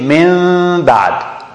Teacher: So we converted the noon to mim. Why? Because the noon was followed immediately by the ba.